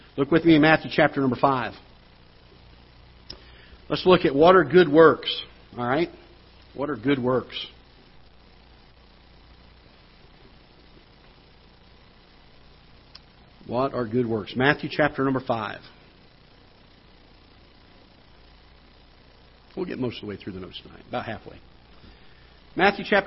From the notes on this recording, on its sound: Ketha Heights Baptist Church ~ Live Broadcast.